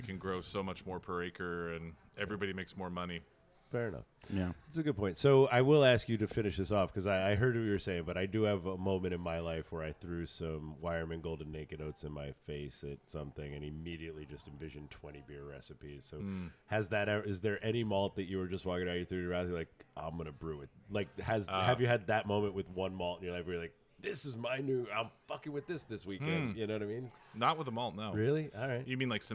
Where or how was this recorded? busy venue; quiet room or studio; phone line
busy venue